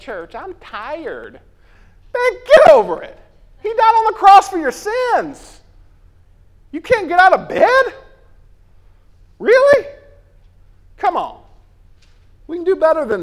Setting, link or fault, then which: setting, large echoing room